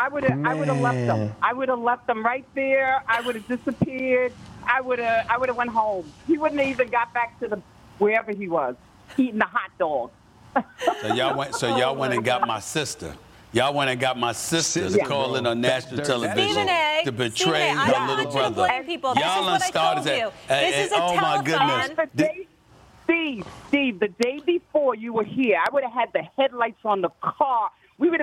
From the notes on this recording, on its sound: Surprise phone calls.